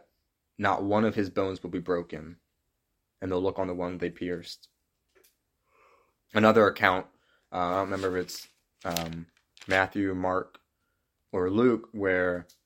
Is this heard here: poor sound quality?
yes